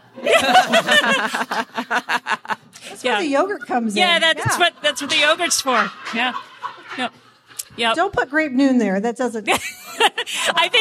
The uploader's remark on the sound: Live from the Portland Retreat! In front of a live audience at the Portland Retreat.